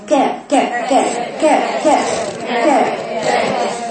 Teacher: انطلاق النفس بعد انحباس الصوت بالحرف الشديد المهموس، يعني جريان النفس بعد انحباس الصوت في المخرج الدهوس بالحرف الشديد المهموس، وذلك في الكاف.